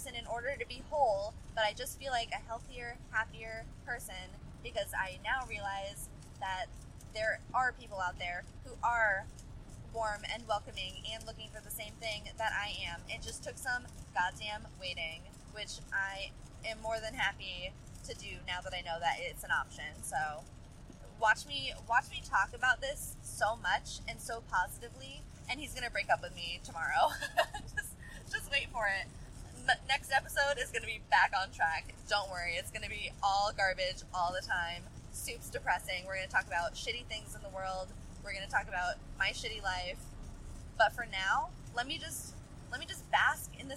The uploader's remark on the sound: suffering through subpar audio as I drive to my parents' house in the rain